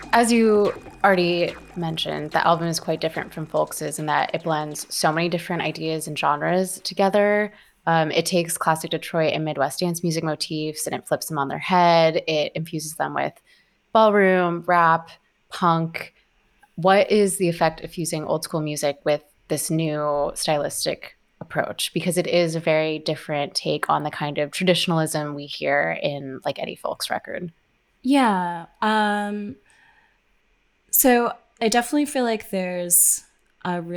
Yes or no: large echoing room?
no